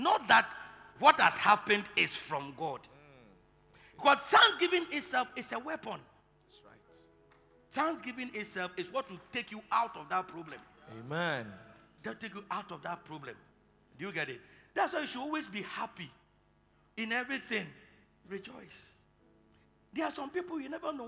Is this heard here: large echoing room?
yes